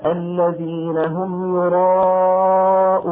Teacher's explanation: لو نظرنا إلى هذا الواو والهمزة التي قبلها فهذا بدل يمد مقدار حركتين. لو نظرنا إلى هذه الواو المدية وبعدها حرف ساكن سكونا عارضا بسبب الوقف، هذا مد عارض للسكون يجوز فيه القصر والتوسط والطول